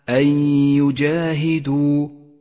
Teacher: أن يجاهدوا النون الساكنة وبعدها حرف الياء، وهو حرف إدغام بغنة، نسقط النون من اللفظ ونقف على حرف الياء بغنة زمنها حركتان · Term: الإدغام بغنة